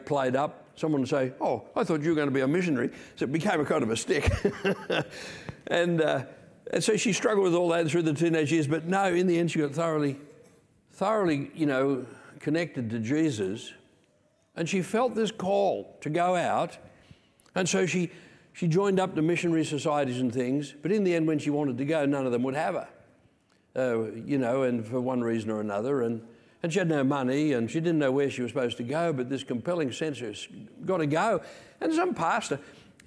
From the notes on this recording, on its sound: Recorded Sunday 2/7/2023 Peace Christian Church, Rockhampton Qld